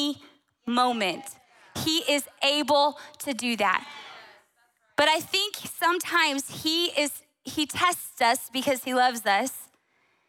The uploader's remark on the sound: Recorded on December 10, 2023 at Capital Church in Meridian, Idaho.